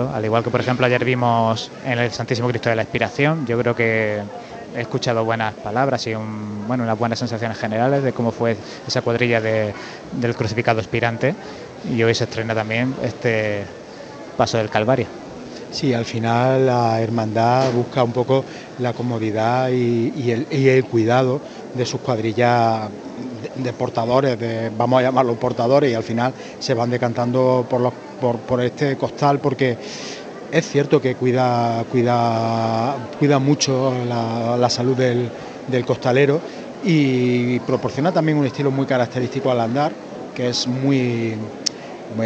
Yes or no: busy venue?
yes